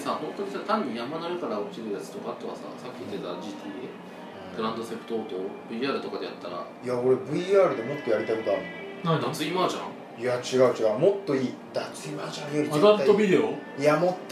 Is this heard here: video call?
no